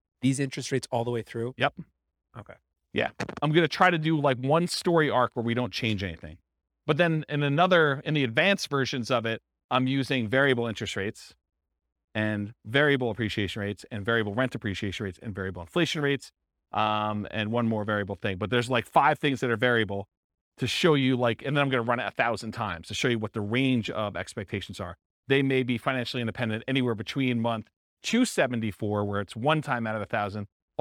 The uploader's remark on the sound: This was a live class recorded.